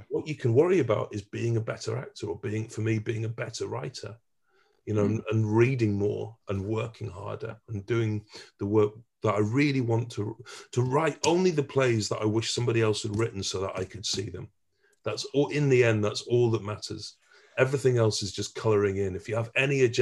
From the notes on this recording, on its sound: jumped on a zoom call with us